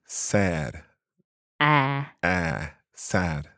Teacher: a little bit more like the A sound, a kind of open A